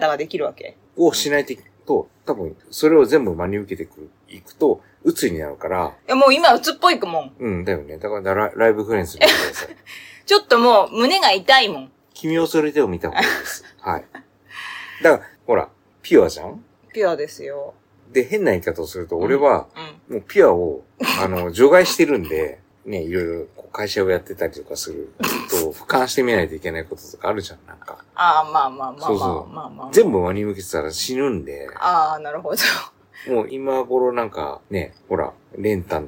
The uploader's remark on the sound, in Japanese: 機材・設定： iPhone13「ステレオマイク」アプリ／iPhone マイク-前面（Cardioid）／ファイル形式 PCM44.1kHz 32bit Float。